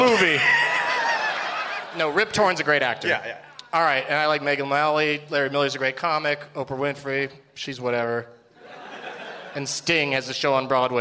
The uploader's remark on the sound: Live from the Tempe Improv